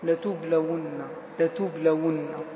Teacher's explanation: حذف نون الرفع، حذف نون الرفع. الآن الواو ساكنة ارتبطت مع نون التوكيد الأولى الساكنة، ماذا نفعل؟ حذفنا الواو.